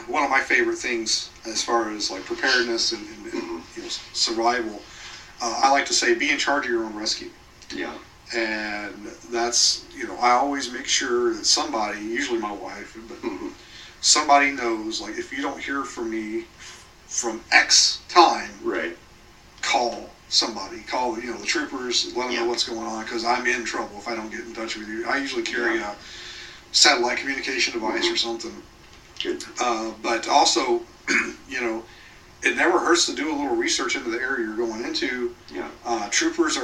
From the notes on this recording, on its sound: AUDIO QUALITY WARNING: Not the best audio.